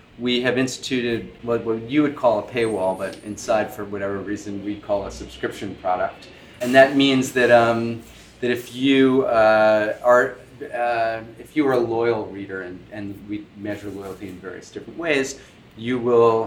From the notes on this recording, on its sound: Recorded at the magCulture in London and at our New York MagMagMag popup. The episode starts in London.